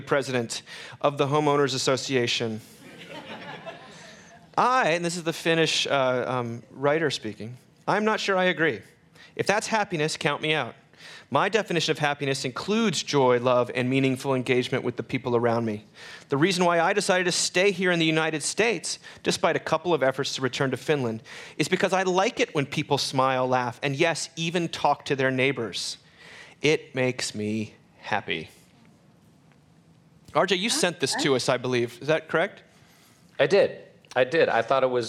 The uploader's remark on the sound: Recorded live in front of an audience at the Mockingbird Tyler festival.